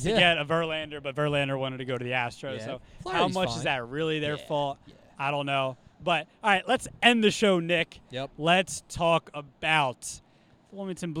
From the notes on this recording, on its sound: live from Frawley Stadium in Wilmington, home of The Blue Rocks!